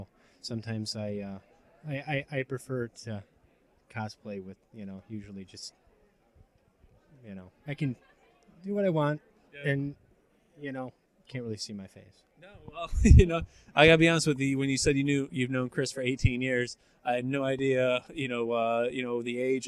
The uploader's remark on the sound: N. E. Geek Expo 2016 Street Interviews. The Action Comedy Nerd Show live show appeared at the N.